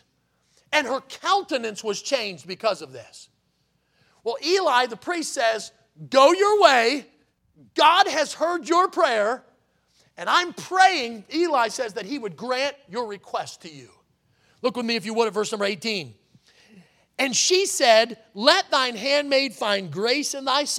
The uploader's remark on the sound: in the Sunday Morning Service on July 30, 2023, at Victory Baptist Church in Boonsboro, Maryland